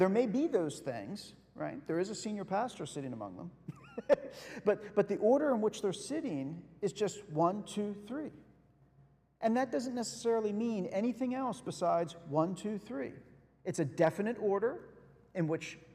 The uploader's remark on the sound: Sunday Worship Service - Live stream.